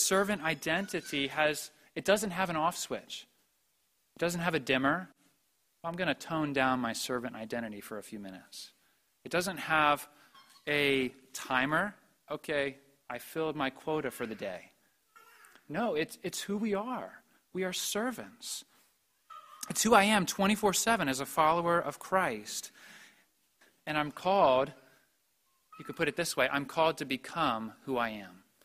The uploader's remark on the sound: preached at the Maundy Thursday Service